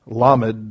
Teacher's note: that's how you would pronounce the letter, Lamed, with a stress on the first syllable